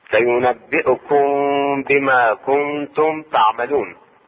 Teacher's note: إخفاء النون الساكنة مع التاء، كنتم حركتين مع الغنة